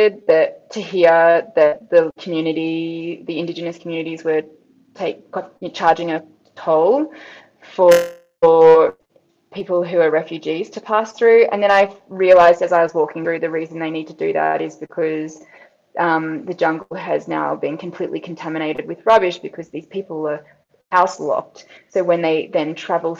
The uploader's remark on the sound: There were some technical issues with this episode.